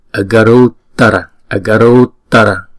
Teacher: Trong đây chữ U này có dấu gạch ngang thì chúng ta phải kéo dài hai nhịp rồi chúng ta mới đóng chữ U đó lại bằng chữ T